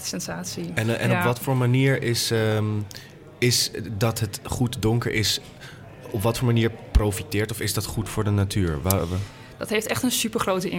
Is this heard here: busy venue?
yes